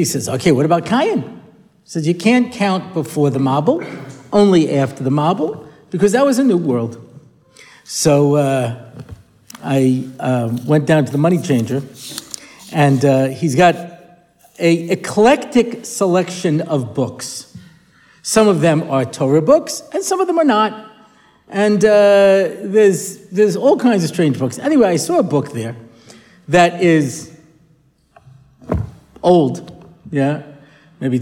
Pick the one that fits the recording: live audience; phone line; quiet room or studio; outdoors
live audience